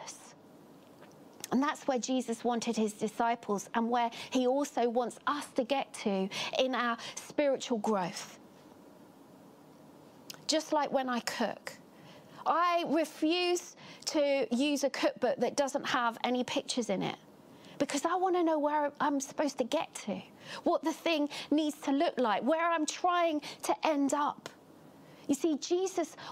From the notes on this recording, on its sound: Catalyst Live Online Church Service.